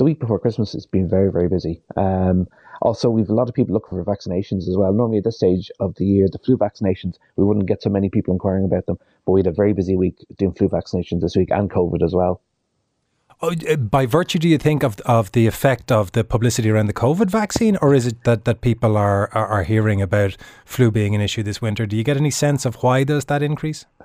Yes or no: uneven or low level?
no